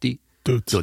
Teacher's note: das T wird bei uns zu D, denn die Tüte ist bei uns die Dutz.